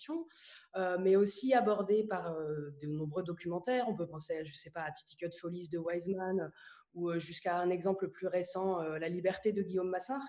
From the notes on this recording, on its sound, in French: Rendez-vous virtuel proposé sur Zoom par l'équipe de La Baleine.